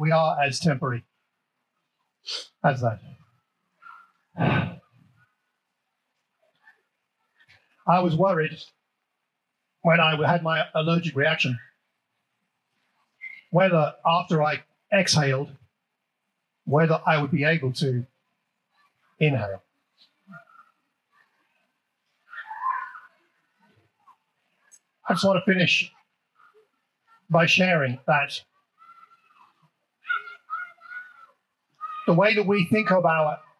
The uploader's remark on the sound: The annual outdoor service at Wellington Country Park was a delightfully hot day.